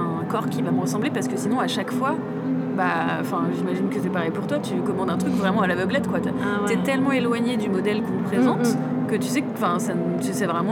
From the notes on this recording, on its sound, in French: En direct de la Cave40 à Bourges, sur rAAdio cAArgo !